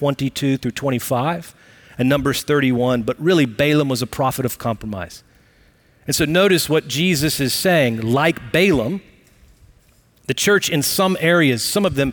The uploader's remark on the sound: Recorded live at Brookwood Church on 08 .27.2023.